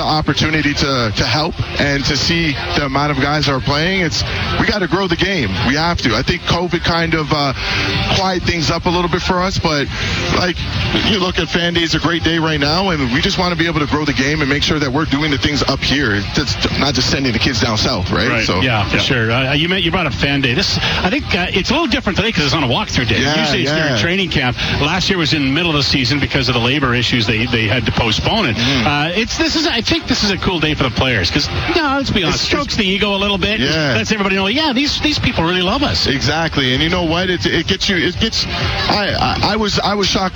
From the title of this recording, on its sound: LIVE from Commonwealth Stadium for Fan Day